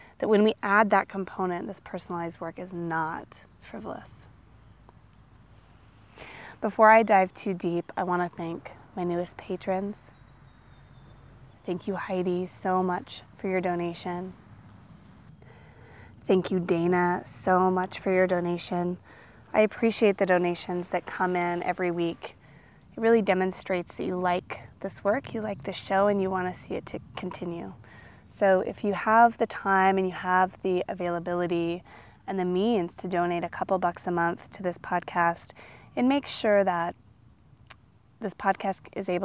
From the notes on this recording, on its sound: I recorded this one outside so you also get the benefit of all the twitterpated birds in the background.